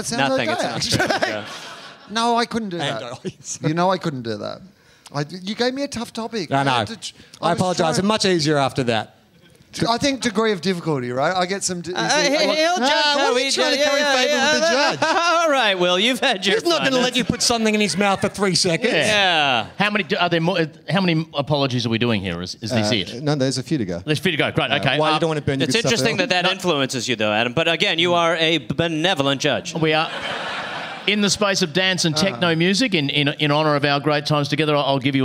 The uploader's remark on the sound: Live in Syd. Recorded at the Sydney Comedy Store.